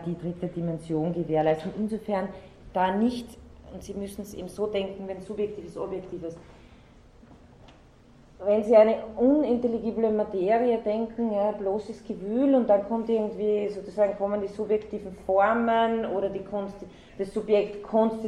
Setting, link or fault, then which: setting, large echoing room